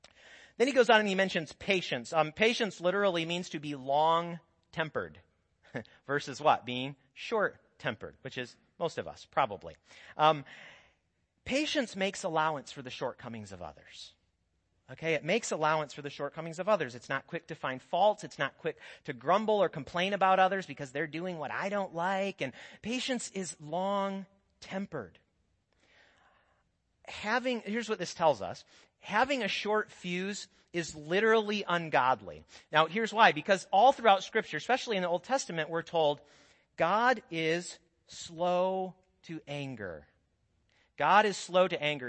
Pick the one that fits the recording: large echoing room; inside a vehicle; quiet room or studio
large echoing room